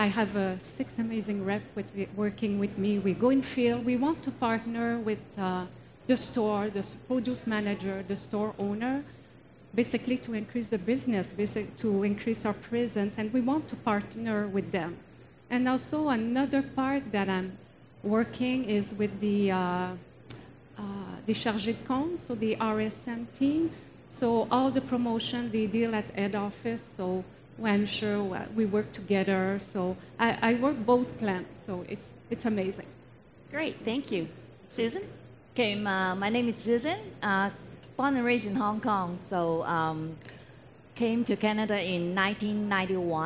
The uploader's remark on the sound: In this episode we feature the recording of a Learning Lounge from our recent Convention and Trade Show in Montréal.